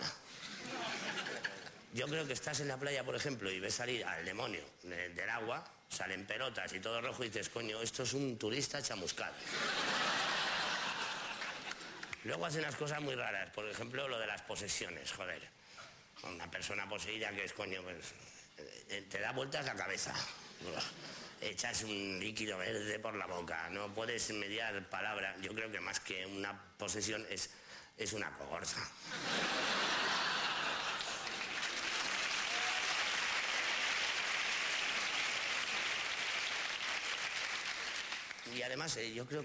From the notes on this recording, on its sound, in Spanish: Que se graba en un teatro. Se ha grabado en distintos teatros, como el Teatro Alcázar de Madrid o el Teatro Victoria de Barcelona.